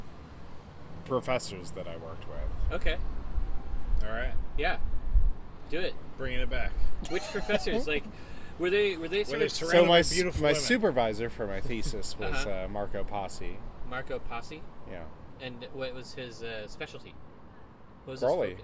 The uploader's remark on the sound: We recorded this outside at the Bird + Bear in Southeast Portland.